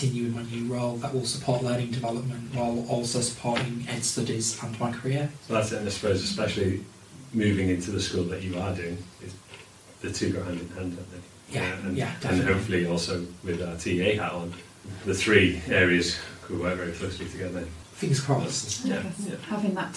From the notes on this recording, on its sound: We're aware the audio isn't ideal